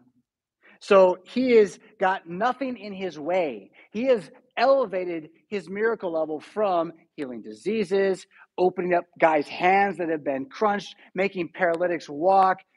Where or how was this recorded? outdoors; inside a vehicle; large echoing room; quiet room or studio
large echoing room